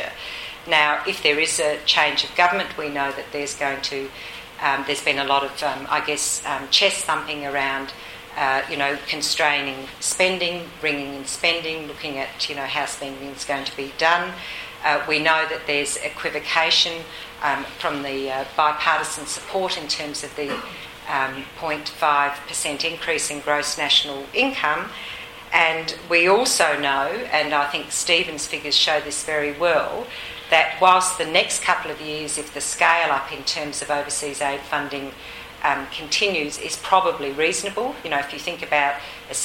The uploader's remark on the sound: This podcast includes Q&amp;A from the event. 2013 aid budget breakfast.